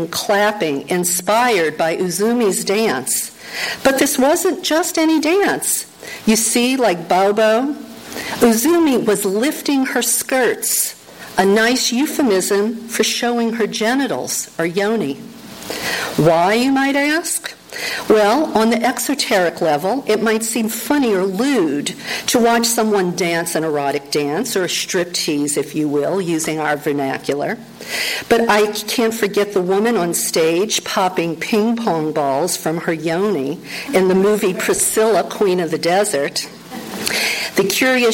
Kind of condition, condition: setting, live audience